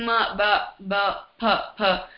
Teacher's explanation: Like labial, when the lips join together, or when you use both the lips to pronounce it, like oo, m, when you say m, b, b, p, p, lips join together.